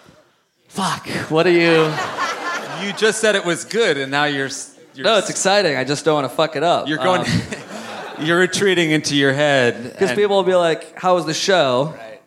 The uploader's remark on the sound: Live at the Gramercy Theatre in NYC!